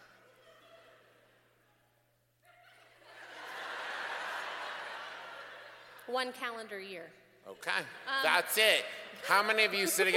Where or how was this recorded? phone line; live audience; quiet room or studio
live audience